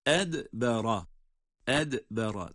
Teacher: dal ince, ra kalın